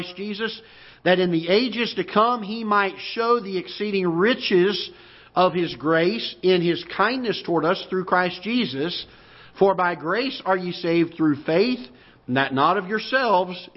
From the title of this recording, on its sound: Ketha Heights Baptist Church ~ Live Broadcast